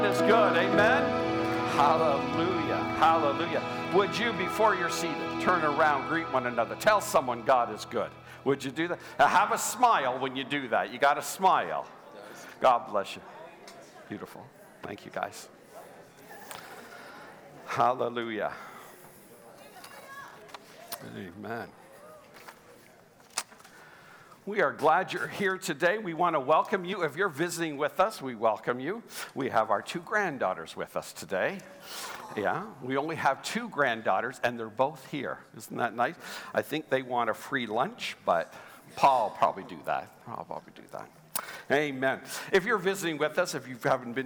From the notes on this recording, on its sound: Sunday Service live broadcast.